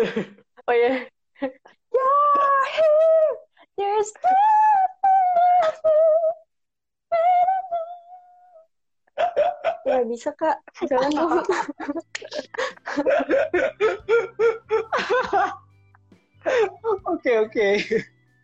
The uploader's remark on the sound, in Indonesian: direkam saat sesi Instagram LIVE